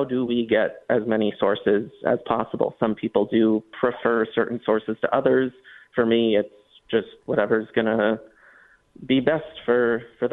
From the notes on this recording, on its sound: then take phone calls